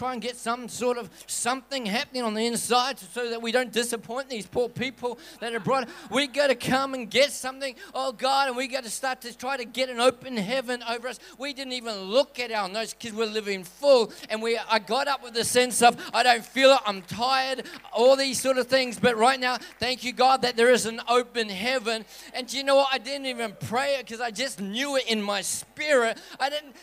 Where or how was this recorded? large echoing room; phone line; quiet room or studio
large echoing room